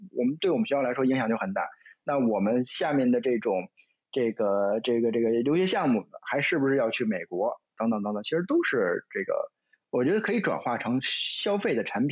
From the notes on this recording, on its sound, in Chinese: 进行了北京、天津、海南三地连线，采用网络录制，请大家原谅我们本期的音质。